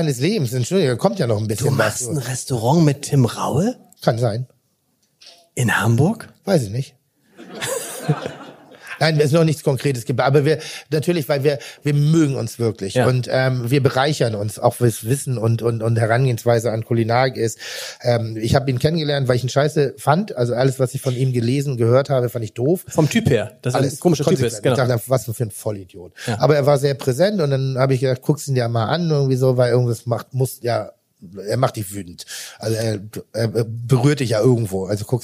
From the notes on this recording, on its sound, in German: Live im Grand-Hotel Elysée, und coronabedingt unter besonderen Umständen: Dreimal wurde das Publikum „ausgetauscht“, damit gelüftet und die Stühle desinfiziert werden konnten.